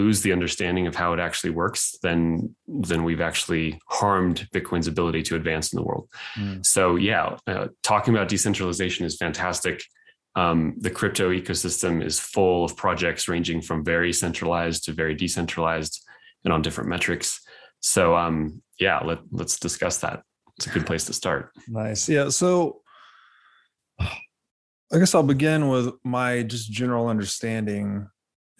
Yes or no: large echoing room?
no